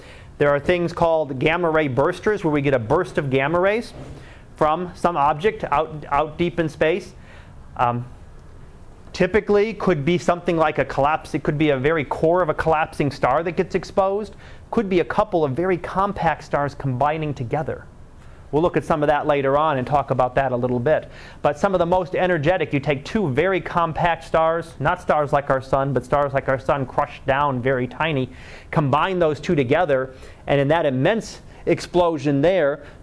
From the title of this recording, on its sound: Live Class Lecture